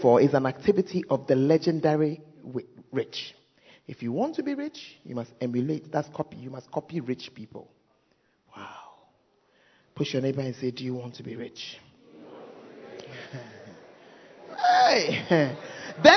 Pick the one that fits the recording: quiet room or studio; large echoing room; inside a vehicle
large echoing room